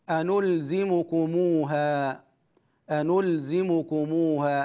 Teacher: فالواو التي بين الميم والهاء هي واو الصلة